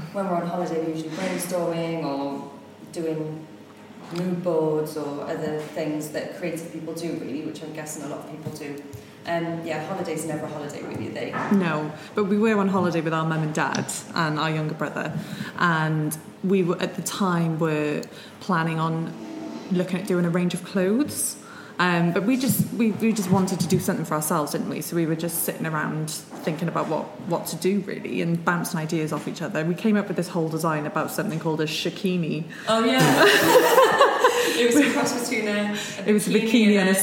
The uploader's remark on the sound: This episode of the show was recorded live at the Birchbox x Oliver Bonas Co-Working space in London.